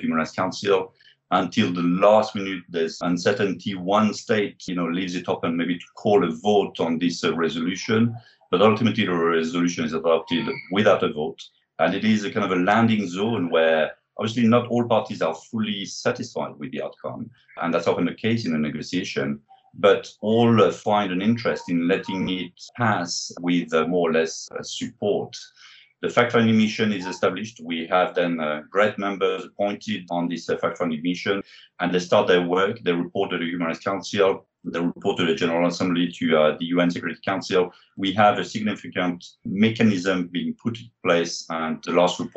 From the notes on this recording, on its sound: For an online recording. Recorded & produced at the UN Geneva Library & Archives.